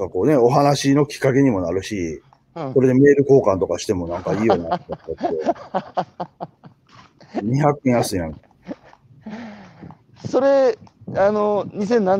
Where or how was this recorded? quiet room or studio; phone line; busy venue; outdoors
outdoors